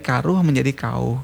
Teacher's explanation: Ya, jadi kan kita tahu bahwa ada proses perubahan bunyi alveolar getar bersuara, maaf istilah teknisnya agak kental sih. Jadi er itu lesap dalam proses sejarah. Jadi dari karuh menjadi kau.